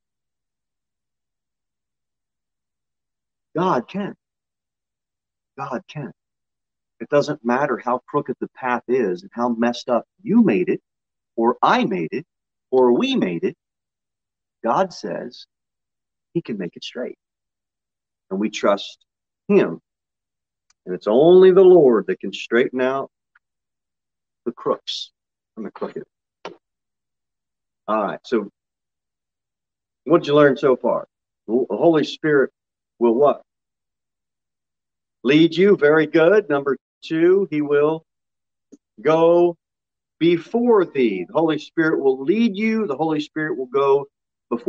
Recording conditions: large echoing room